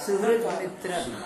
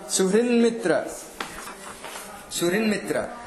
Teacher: किमर्थं पञ्चमादेशः यतोहि अग्रिमवर्णः अनुनासिकवर्णः अस्ति मकारः · Shown in: second take